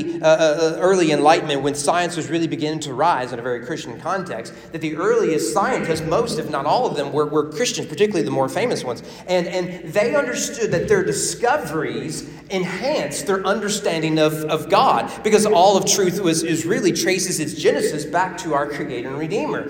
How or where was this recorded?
large echoing room